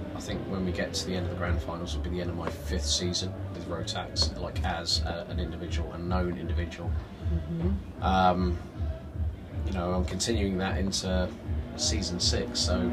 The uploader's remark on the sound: At Zolder for a Belcar Sprint Cup weekend. We stole a bit of time in the camper to record this episode.